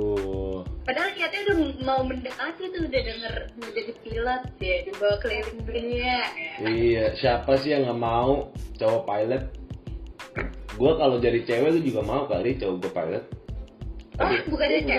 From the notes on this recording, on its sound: Episode ini direkam saat pandemic COVID-19 sedang menyebar dimana-mana sehingga rekaman ini direkam dengan cara Record from Home. We are so sorry for the sound & voice quality which is not our best at the moment.